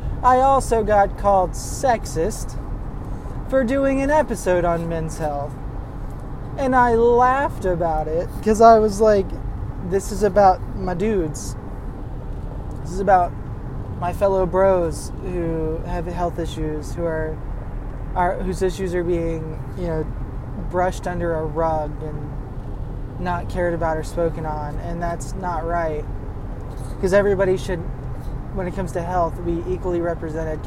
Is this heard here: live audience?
no